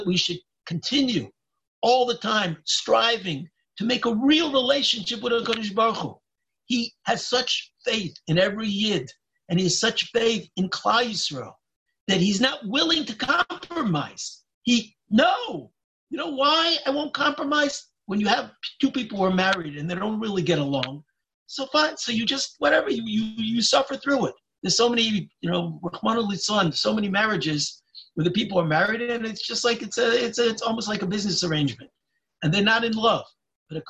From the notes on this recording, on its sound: Live Zoom.